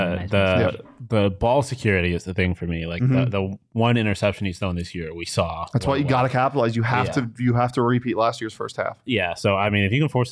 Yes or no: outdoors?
no